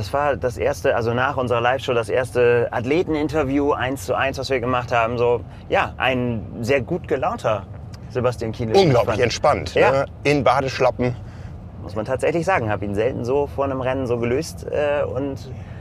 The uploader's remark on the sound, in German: Mit dem Auto durch die Wüste Utahs. Da müssen Zeitfenster effizient genutzt werden – zum Beispiel für eine Podcast-Aufnahme im Auto auf dem Weg zum Schwimmstart. Unsere Eindrücke, quasi live aus Utah.